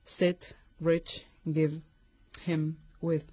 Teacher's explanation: Hay una I larga, parecida a la española, que encontramos en palabras como meet, web, please, por ejemplo. Y otra I corta, que podemos pronunciar entre la I y la E, encontradas en palabras como sit, rich, give, him, with.